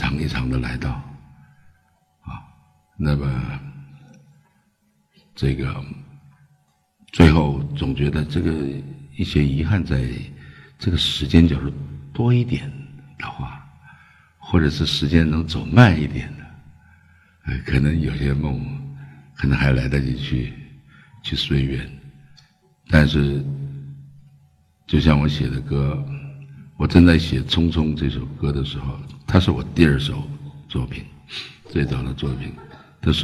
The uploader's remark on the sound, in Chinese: 一席现场